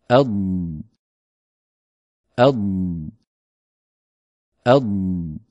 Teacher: الاستطالة كما نرى إخواني هي اندفاع اللسان عند نطق الضاد من مؤخرة الفم إلى مقدمته حتى يلامس رأس اللسان أصول الثنيتين العليين